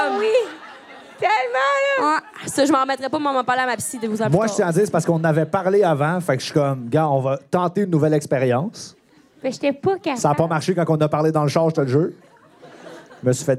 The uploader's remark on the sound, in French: Live à Québec. ON PART EN TOURNÉE DE PODCAST LIVE !!! On est TRÈS heureuses de vous présenter ENFIN notre premier podcast live!! Quelqu'un dans la salle s'est littéralement pissé dessus.